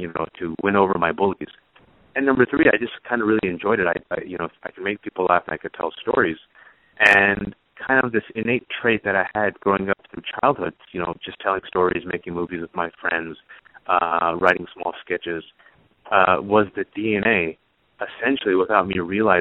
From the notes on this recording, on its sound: You're listening to KLX Berkeley at 90.7 FM. Coming at you from the Public Affairs Department here at Calex. Joined us via phone.